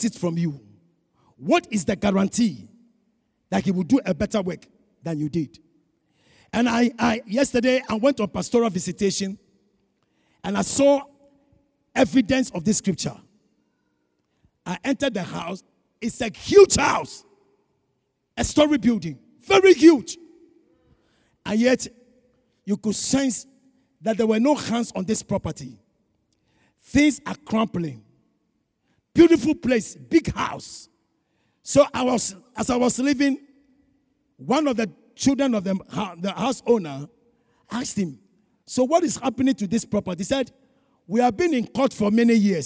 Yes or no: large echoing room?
yes